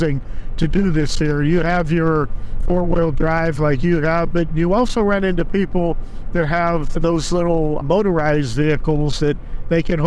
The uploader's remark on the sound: On a Jeep Trip. There might be a little road noise, but that's part of the adventure!